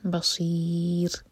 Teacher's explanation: سمیع بصیر، صاد ہیوی، اور این میں را باریک کیونکہ اس سے پہلے کسرہ ہے